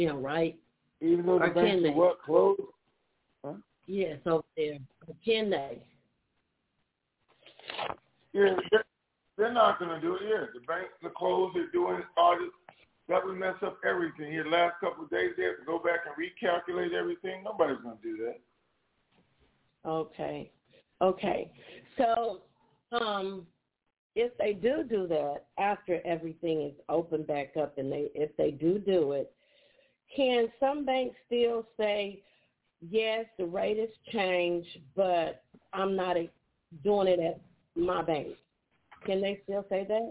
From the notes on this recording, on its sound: TNTSuperfantastic Conference Call